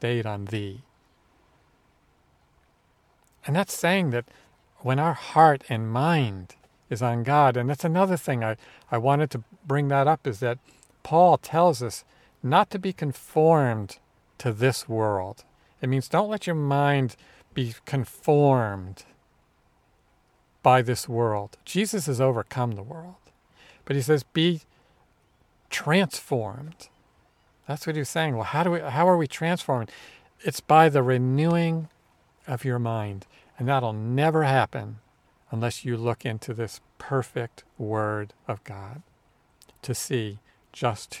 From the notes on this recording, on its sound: This week is a little different in that we are recording outside at the beach in NC, and you might even hear some seagulls and waves.